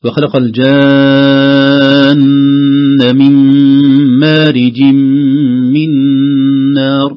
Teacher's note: تبدأ الغنى بعد المد اللازم 6 حركات في الجان، ننتقل من المد مباشرة إلى غنة النون، ثم بعدها غنة الميم، الميم في كلمة مارج، من مارج من، ثم أيضا غنة عند الإخفاء، عفوا الإضغام، تنوين الجيم عند ميم من، وكذلك من نار، إضغام كذلك.